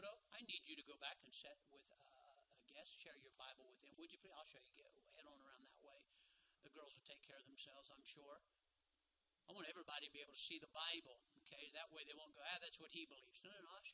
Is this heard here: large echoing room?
yes